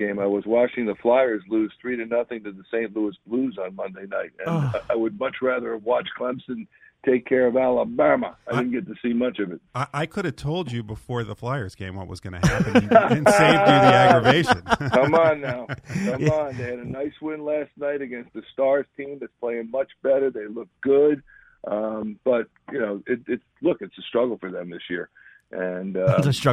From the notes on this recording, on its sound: Called in to hep us preview Eagles Saints.